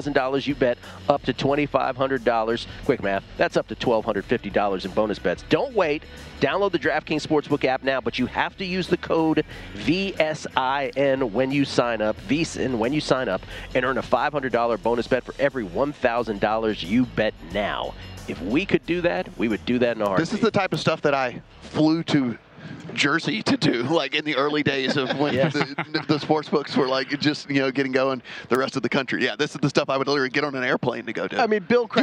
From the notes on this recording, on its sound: Broadcasting live from media row.